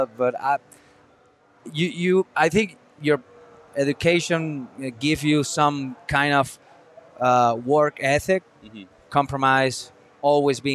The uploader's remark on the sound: live from Four Peaks